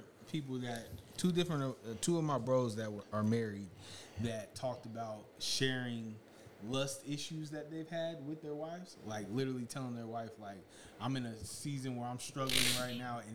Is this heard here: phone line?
no